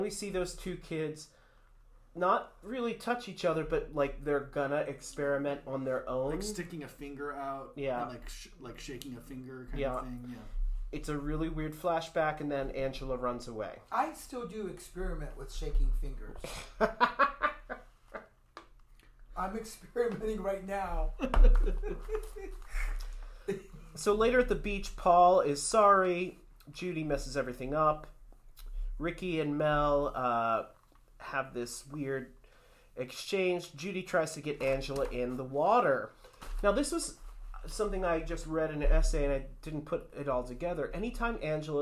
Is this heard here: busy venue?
no